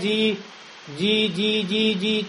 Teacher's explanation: Ди, у «ди» же нет шипения